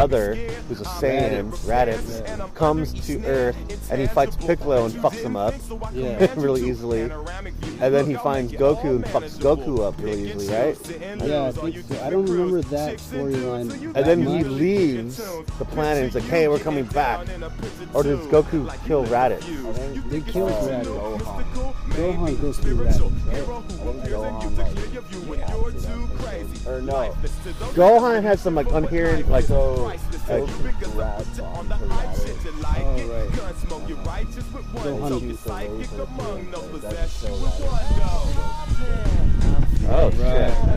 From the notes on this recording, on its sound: audio is iffy cuz we recorded this at the park.